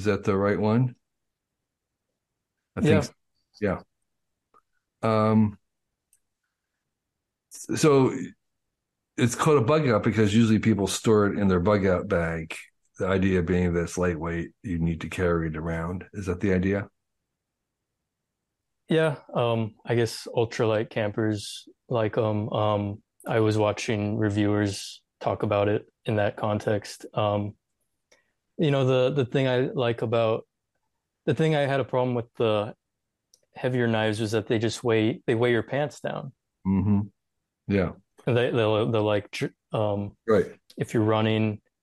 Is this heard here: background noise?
no